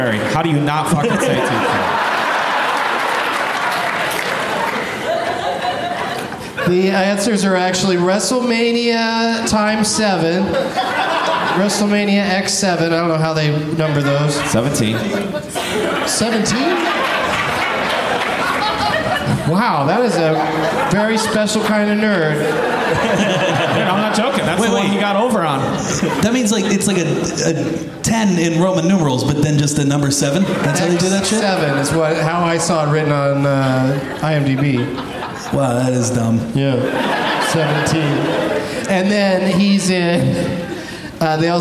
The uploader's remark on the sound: Live from the LOL Comedy Club in San Antonio